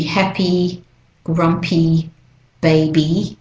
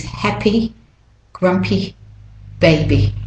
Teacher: For American and British English, it's a bit shorter, it's more I. And for Australian English, we tend to make it a bit longer, E. · Shown in: first take